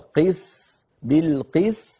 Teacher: نأتي بالسين رخوة، فيها شيء من المط لأنها رخوة، قس بالقس ط، فنأتي بالطاء مقلقلة مستعلية مفخمة مطبقة، قس ط.